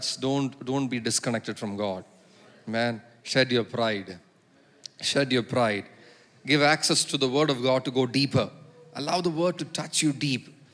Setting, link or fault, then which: setting, large echoing room